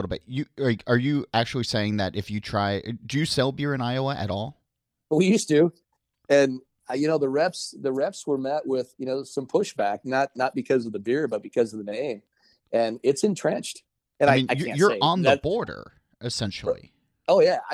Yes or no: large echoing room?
no